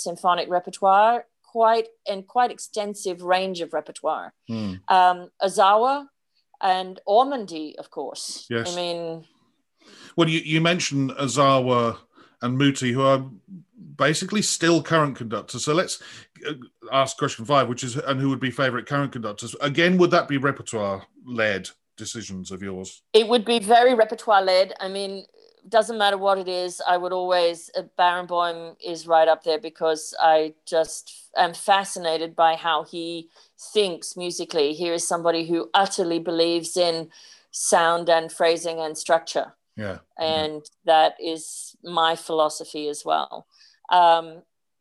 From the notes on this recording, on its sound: This interview was recorded on 29th January 2021 via Zoom.